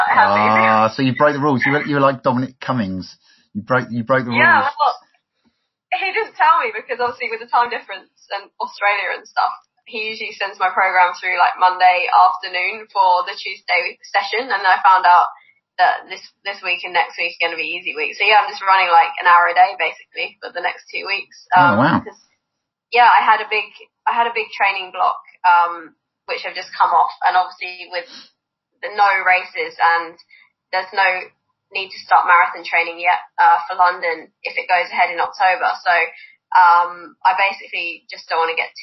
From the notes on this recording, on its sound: on Zoom and recorded it